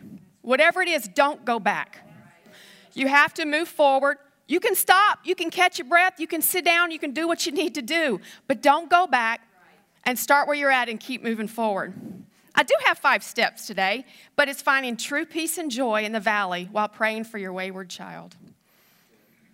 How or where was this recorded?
large echoing room